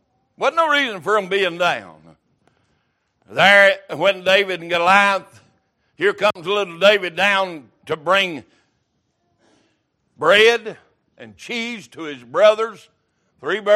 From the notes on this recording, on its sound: Sunday Morning Service